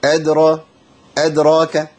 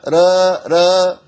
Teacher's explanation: لازم تبين الفتح وما تجيبش إمالة · Shown in: first take